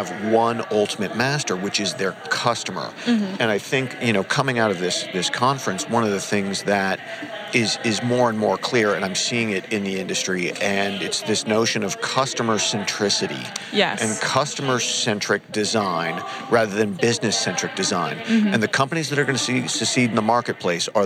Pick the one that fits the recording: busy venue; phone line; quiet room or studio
busy venue